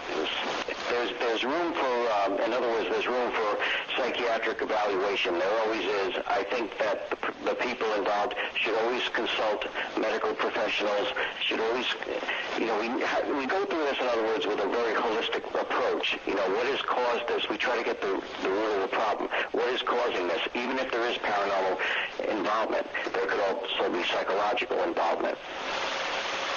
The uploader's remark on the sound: apologies for the audio issues